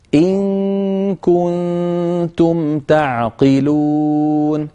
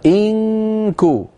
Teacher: عندما تخفين النون عند الكاف اذهبي مباشرة إلى مخرج الكاف